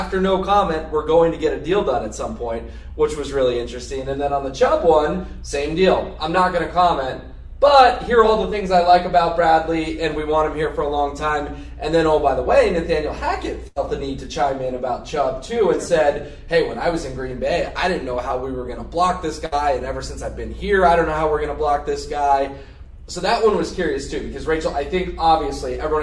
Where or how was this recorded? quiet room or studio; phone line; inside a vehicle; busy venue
busy venue